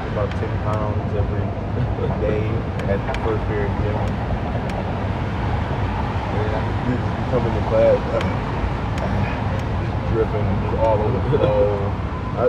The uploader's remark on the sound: In this episode we were outside in the elements (balcony) with a smooth chill pod at the end of the day.